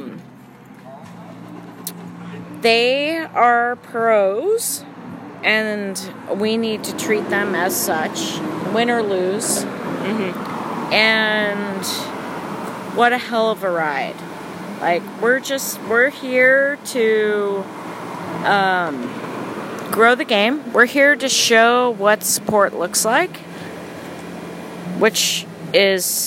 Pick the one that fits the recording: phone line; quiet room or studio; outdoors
outdoors